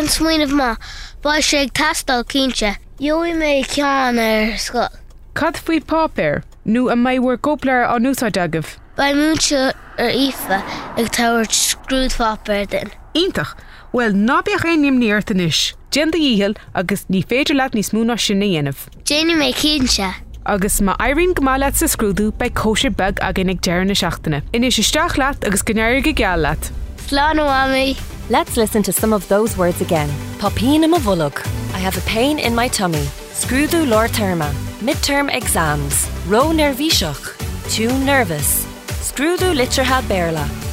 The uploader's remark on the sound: a short conversation of a parent and child that takes place in the car on the way to school